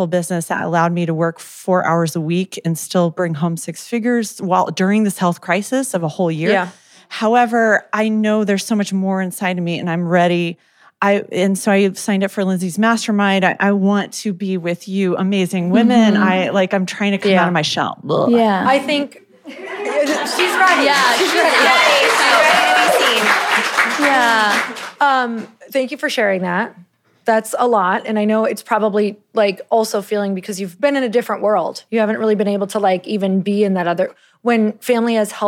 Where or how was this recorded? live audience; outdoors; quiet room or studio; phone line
live audience